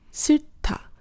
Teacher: 所以从平音变成了送气音，也就是从搭变成了它